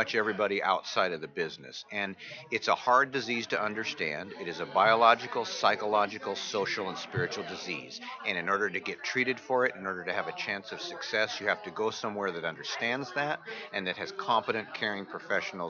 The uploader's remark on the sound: RC2C broadcasting from the 39th Annual NAATP Leadership Conference in Austin, Texas.